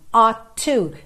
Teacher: Mesmo que eu fale ought to, percebe que eu tenho um som só de T